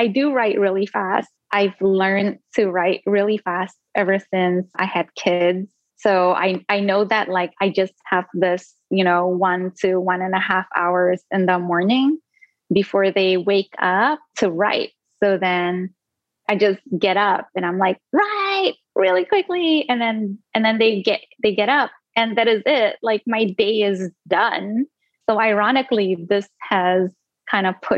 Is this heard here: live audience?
no